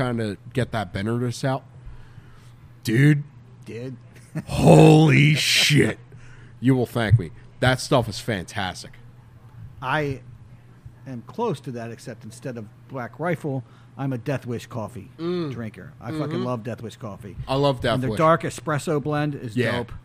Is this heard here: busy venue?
yes